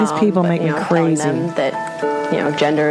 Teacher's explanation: She's got serious vocal fry.